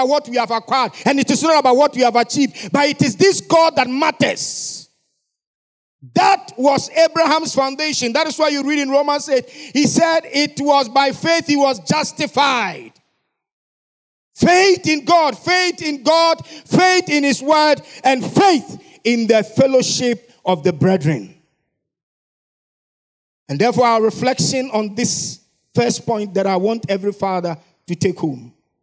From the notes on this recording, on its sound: Sermon preached at CBC Shiashie Campus